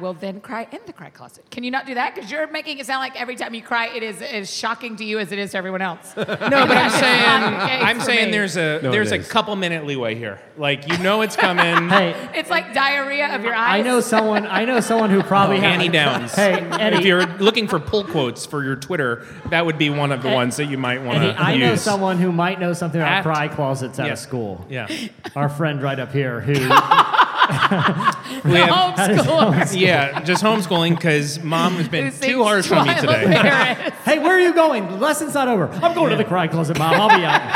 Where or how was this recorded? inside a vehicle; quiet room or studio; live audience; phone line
live audience